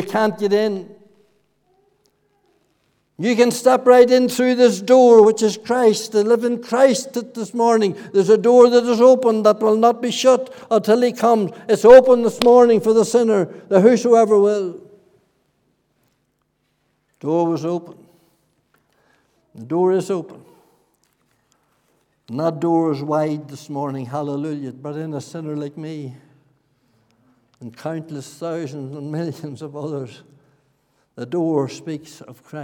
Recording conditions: large echoing room